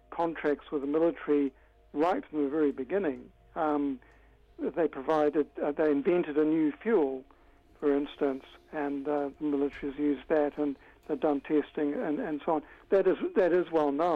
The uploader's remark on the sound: jumps on the phone to chat